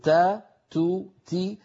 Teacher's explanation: العرب لا تنطق التاء هكذا، العرب تقول تا تو تي، فيها شيء من الهمس لطيف